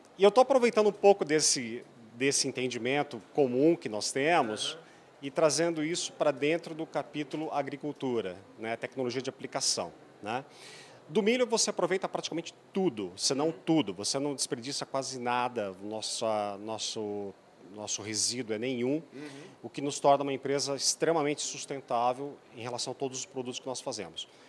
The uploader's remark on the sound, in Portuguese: gravada na Agrishow